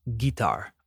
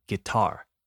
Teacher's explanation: We say guitar with the emphasis on the second syllable · Shown in: second take